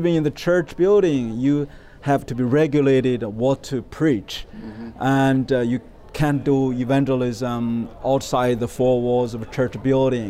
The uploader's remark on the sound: Hosted in partnership with the Religious Freedom Institute ( ), the IRF Summit Authors' Corner took place at the IRF Summit 2022 ( ) in Washington, D.C.